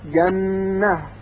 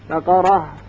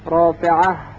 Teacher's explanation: اما اگر تنوین رفع روی ته گرد قرار بگیره، طبق معمول ته گرد تبدیل به های ساکن میشد، مثلا جنتون در وقت میشد جنه، بقارتون میشد بقاره، رافعتون تبدیل میشد به رافعه.